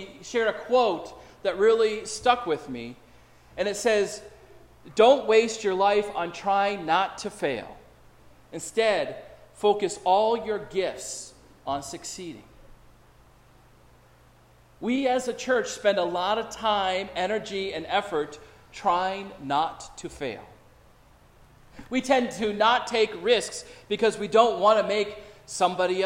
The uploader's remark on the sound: preaches at Prince of Peace Lutheran Church in Kensington, CT.